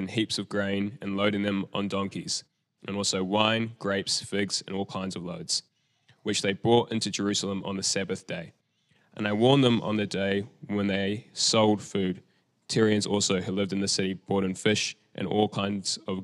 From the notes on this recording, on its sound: Recorded at the Hukanui Bible Church morning service on Sunday the 17th of December 2023 during the 10:00 am service.